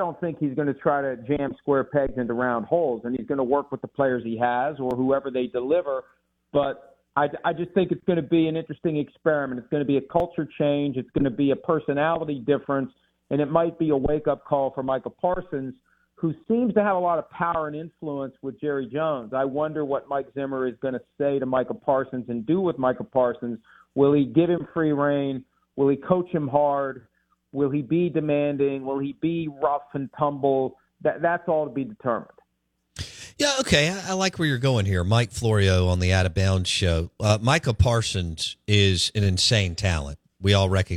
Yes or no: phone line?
yes